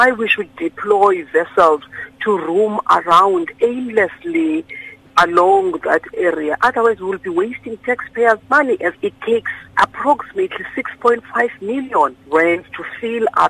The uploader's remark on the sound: we are joined on the line